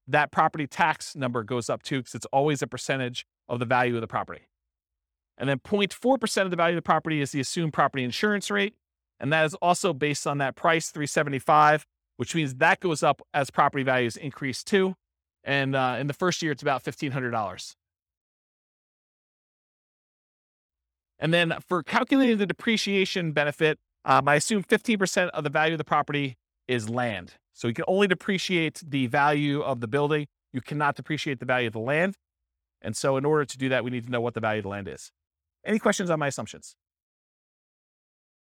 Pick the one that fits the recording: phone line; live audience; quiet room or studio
live audience